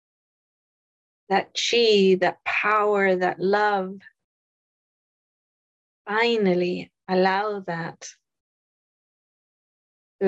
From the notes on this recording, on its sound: In this episode, we have an excerpt from a live call during the Instant Manifestation Workshop.